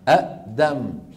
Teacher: أبدلوا الهمزة الثانية الساكنة حرف مد مجانس لحركة الهمزة الأولى